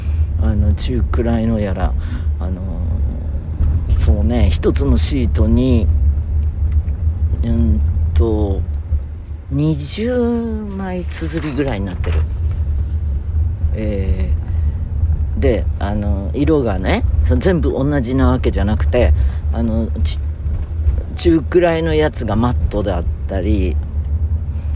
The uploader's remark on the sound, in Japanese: 今週も車の中からコニャニャチワ。